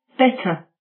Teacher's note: 第三个单词 better 重读音节在 be